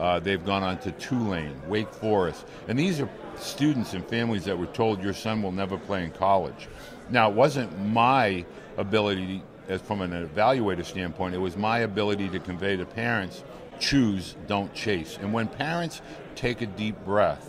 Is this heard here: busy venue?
yes